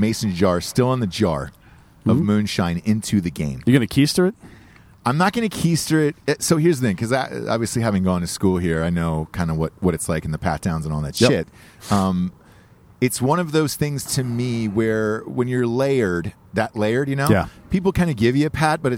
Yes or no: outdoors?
yes